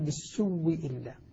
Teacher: بالسوء إلا، قال بالسوء إلا، بالسوء بالسوء، أبدل الهمزة وأدغمها فصارت من باب المتماثلين، قال واو ساكنة وبعدها واو مكسورة، فأدغمت الأولى في الثانية وأصبحت أصبح الواوان واوا واحدة مشددة · Term: إدغام الواو